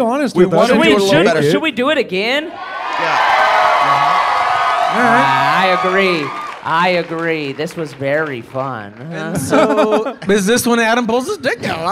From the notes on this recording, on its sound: The official audio of the This Is Important live show that took place in Irvine, California on June 7th, 2023.